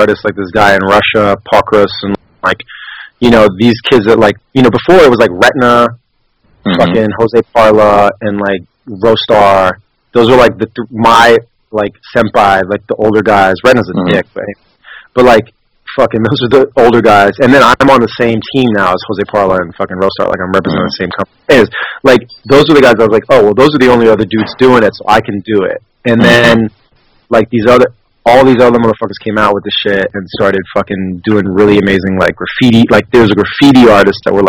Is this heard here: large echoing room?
no